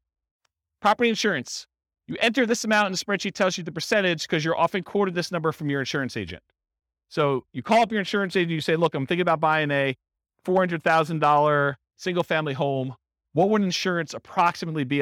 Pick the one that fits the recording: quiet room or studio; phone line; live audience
live audience